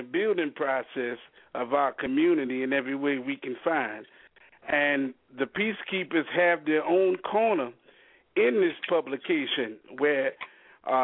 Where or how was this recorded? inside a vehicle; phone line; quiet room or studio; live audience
phone line